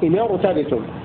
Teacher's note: فالنون أصلا ساكنة وكسرت تخلصا من التقاء الساكنين فتفخم الراء